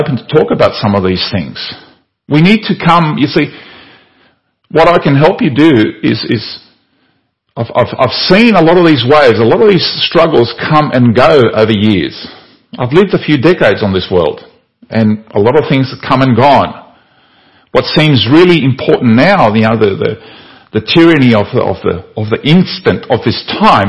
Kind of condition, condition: setting, large echoing room